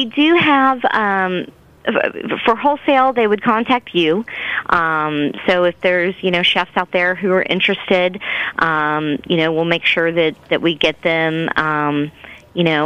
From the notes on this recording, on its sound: on the phone